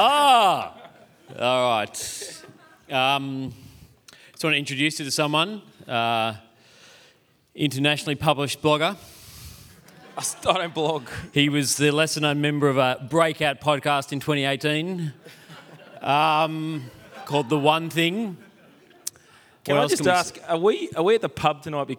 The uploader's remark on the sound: Live from Multiply and Reach Australia